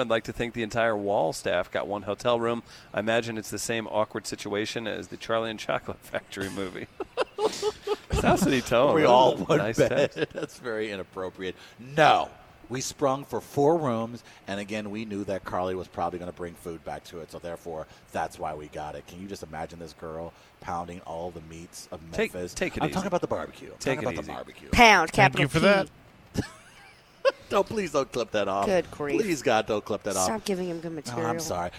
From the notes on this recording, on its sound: Full Show LIVE from Memphis Grizzlies’ FedExForum. We open the show as the gang welcomes you right into Memphis and FedExForum for today’s special Live show.